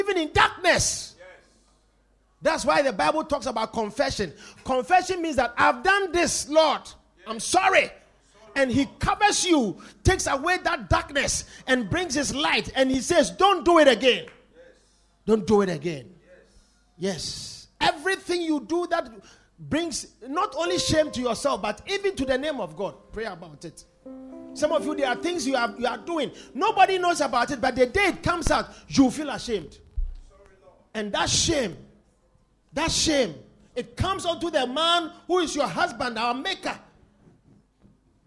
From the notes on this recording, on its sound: Preached at The Supernatural Encounter Service.